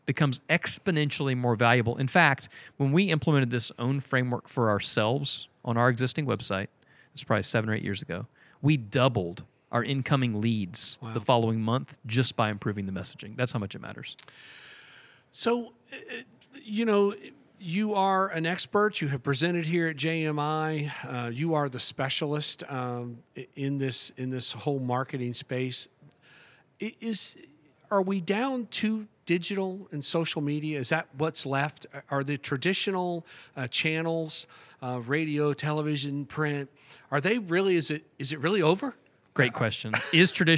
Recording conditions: busy venue